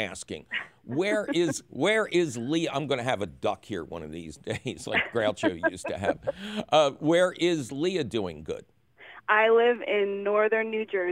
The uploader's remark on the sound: Otherwise, it’s a fabulous phone call show!